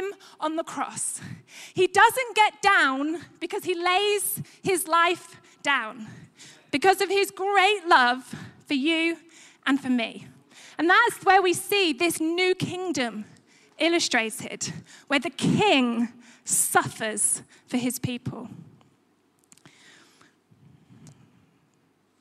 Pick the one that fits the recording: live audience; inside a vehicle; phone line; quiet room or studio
live audience